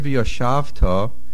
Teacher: The word Vyoshavta, the main accent is on the shin. Boh has a mapik hey.